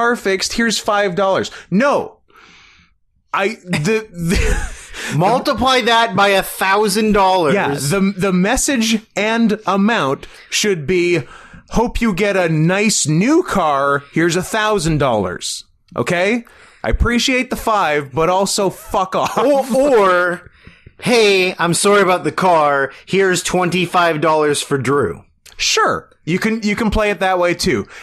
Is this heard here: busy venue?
no